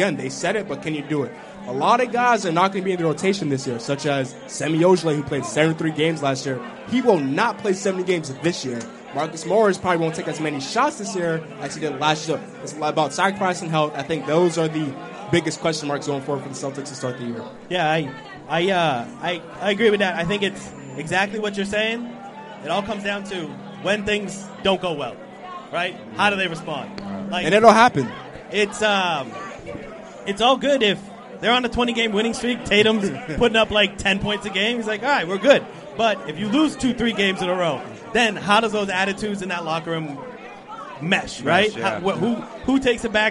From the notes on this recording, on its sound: We bring you the best of our Live Celtics Opening Night Broadcast from The Harp (across the street from the TD Garden).